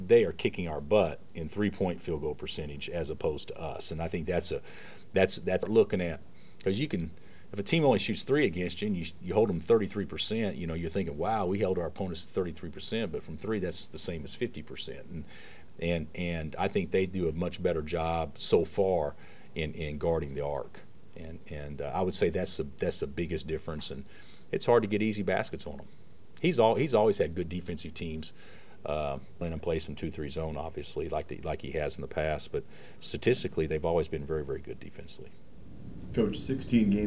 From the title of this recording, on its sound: Press Conferences & Post-Game Interviews